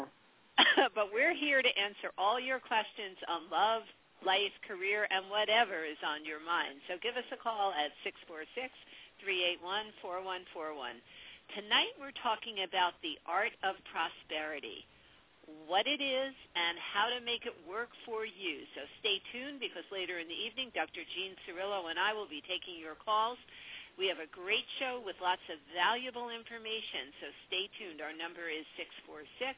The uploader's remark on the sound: Take your calls on the air-LIVE!!! A live call-in radio talk show.